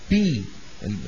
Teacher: نعم، هذا اشتباه الباء بالفاء لو جرى النفس، لو جرى النفس وفقدت الباء شدتها وجهرها بصير أب مثل حرف البي اللي بالإنجليزي، حرف البي مو الباء، بي معروف. هذا الحرف البي هذا فيه نفس فيه همس